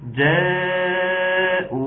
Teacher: طيب لو انا قلت جاءوا، لا ده واو، ده همزه مضمومه، جاءوا همزه مضمومه، فعشان كده يبقى خطا، انما فعلا عايزينها تمد بمقدار حركتين والمد يكون مشبع ويكون واضح وكويس وواخده المد بتاعها كامل. · Term: المد البدل